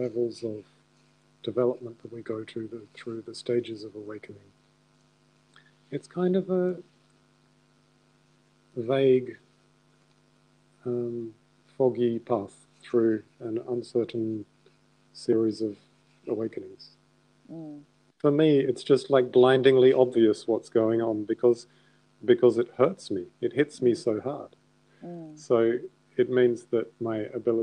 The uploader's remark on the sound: I apologise for the sound quality there were some technical issues that i hope to improve for next time.